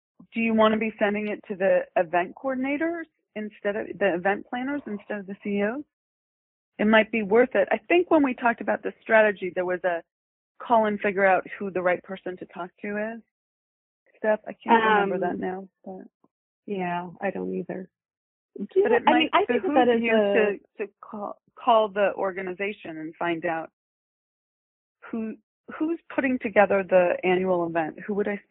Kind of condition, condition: link, phone line